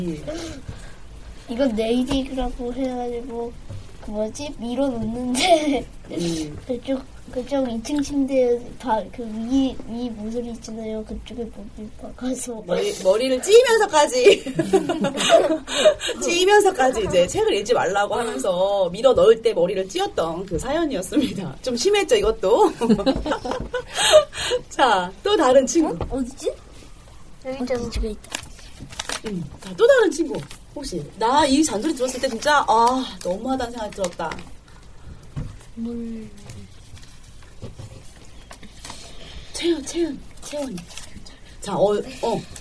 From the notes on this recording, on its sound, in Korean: 인터넷라디오 방송이 시작된이래 최고로 많은 인원이 최고로 시끌거리는 녹음을 무사히 마쳤습니다. 진관동 은빛초등학교에 다니고 있는 학생들과 학부모님들이 방학을 맞아 특별한 추억을 만들고자 방송국을 찾았는데요. 녹음실은 그야말로 폭풍의 현장이었습니다.